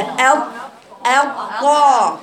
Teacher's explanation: الجزء الملامس من ظهر طرف اللسان للاصول اكبر ما يكون في الطاء. الجزء ده اهو لساني ده، الجزء ده واخد جزء اكتر في اللزق عشان هو حرف برضو مطبق.